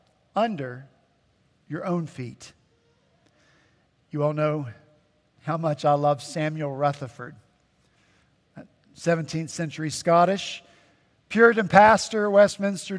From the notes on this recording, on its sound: At Redeemer Presbyterian Church in Charleston, SC